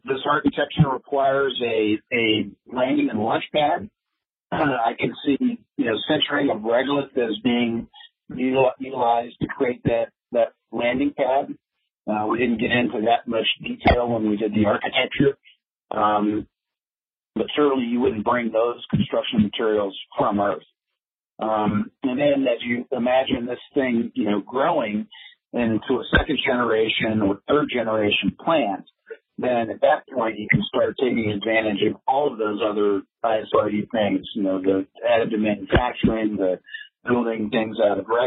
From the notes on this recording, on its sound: This talk was featured in the mid-June Future In-Space Operations weekly teleconference.